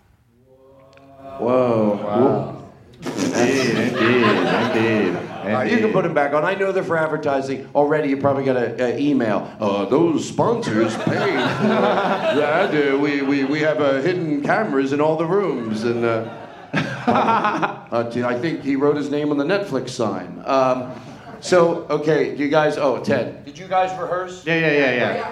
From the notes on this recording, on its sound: LIVE from Just For Laughs Montreal